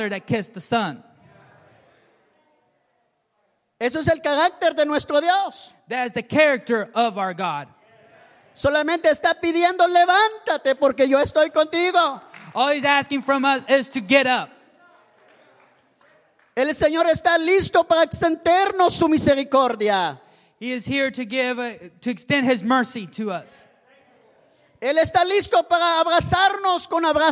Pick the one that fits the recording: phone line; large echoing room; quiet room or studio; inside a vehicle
large echoing room